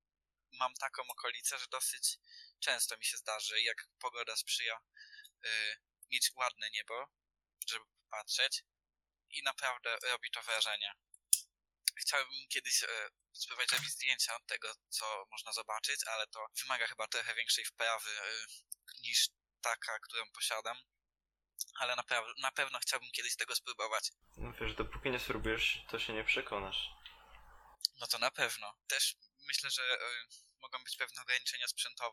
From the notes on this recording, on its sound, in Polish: Przepraszamy za problemy dźwiękowe.